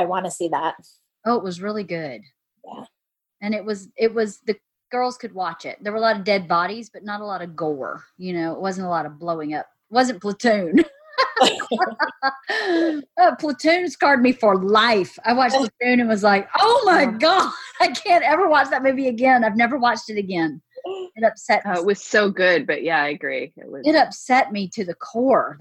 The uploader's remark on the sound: Today I hop on Zoom with my friends